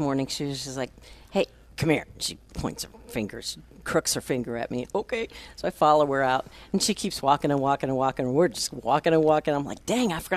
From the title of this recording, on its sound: Live at Prairie Gardens 11-20-21